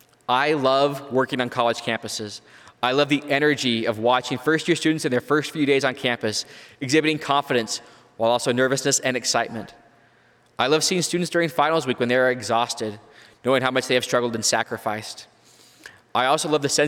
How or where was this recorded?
live audience